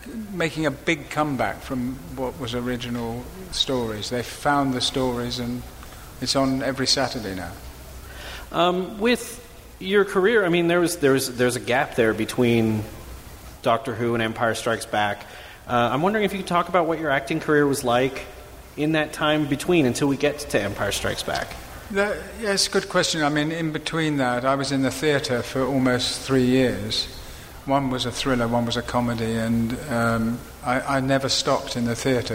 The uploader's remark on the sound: live at Salt Lake Comic Con